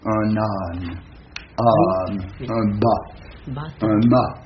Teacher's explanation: Lorsqu'on voit un A surmonté d'un accent circonflexe, cela veut dire que cet A est postérieur.